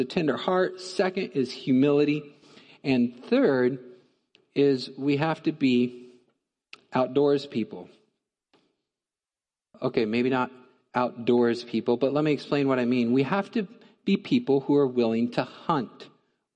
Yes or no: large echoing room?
yes